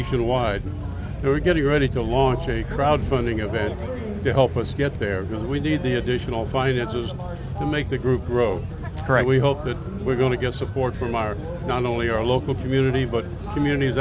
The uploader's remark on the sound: LIVE from Caffeine and Octane with Southeast Wheels Events.